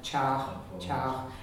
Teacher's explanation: The CH, the broad CH at the end of a word, especially a CH in Ulster, is very soft.